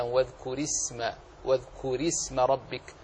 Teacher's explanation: اذكر أصلها ساكنة، ولكن كسرت من أجل التقاء الساكنين، والكسر في هذه الحال عارضة ولكن لا يؤثر الأمر، فهي مرققة